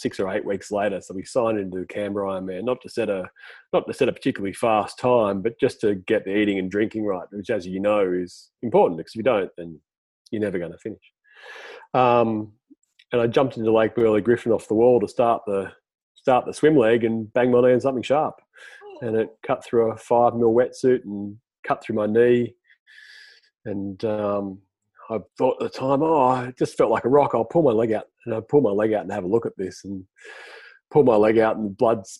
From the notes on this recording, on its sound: It have been recorded in zoom and unedited.